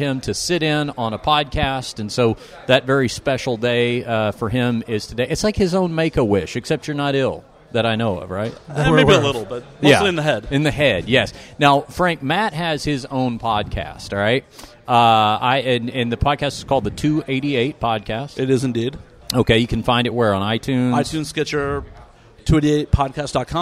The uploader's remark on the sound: on location at EBI 8 in Los Angeles